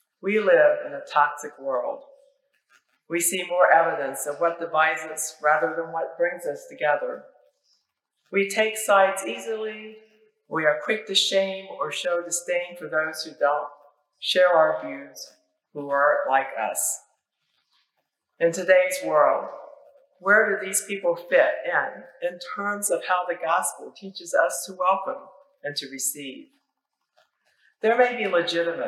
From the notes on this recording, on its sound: Apologies for issues with the audio. A lightning strike near the church overnight temporarily disabled some of our equipment.